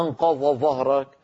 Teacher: إذا قلنا أنقض ظهرك صار كأنهما ظائين، وهذا لا يصح أبدا